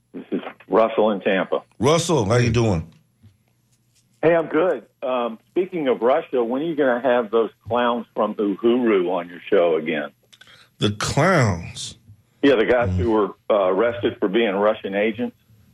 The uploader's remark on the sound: unique magazine format call-in show